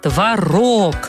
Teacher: Правильно говорить, конечно, творог. Ударение у этого вкусного и полезного продукта всегда на второй слог.